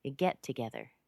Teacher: Get together is also a compound noun. Get is what you're stressing.